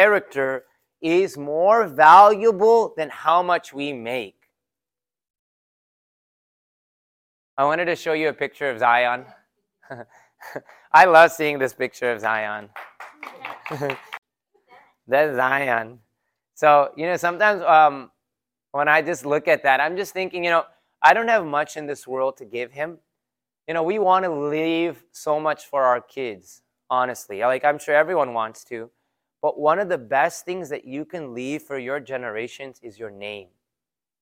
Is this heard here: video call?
no